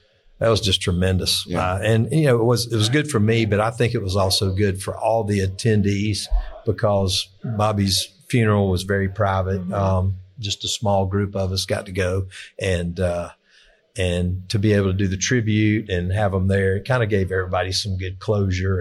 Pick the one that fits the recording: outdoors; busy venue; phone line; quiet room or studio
busy venue